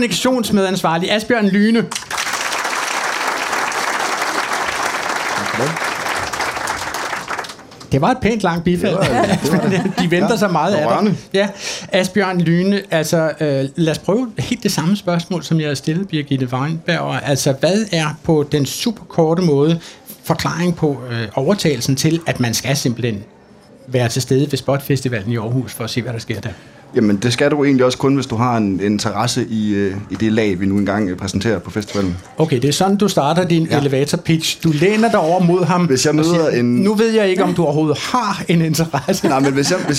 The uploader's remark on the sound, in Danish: Live fra Kulturmødet på Mors